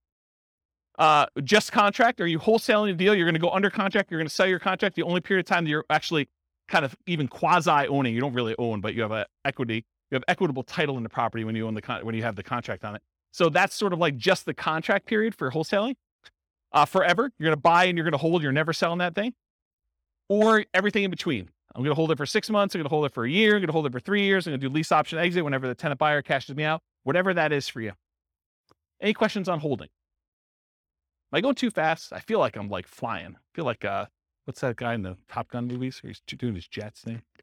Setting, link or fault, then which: setting, live audience